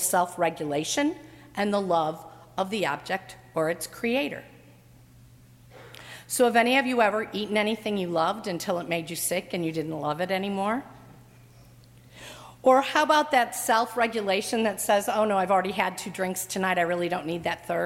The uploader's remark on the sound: during the 7:00 PM Ash Wednesday service on Wednesday February 14, 2018, at First Presbyterian Church of Arlington Heights, Illinois.